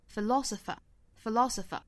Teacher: 我们注意重读的位置呢，应该是放到第二个音节上，所以它的这个重音的节奏模式应该是 da da da da da da da da. Philosopher, philosopher.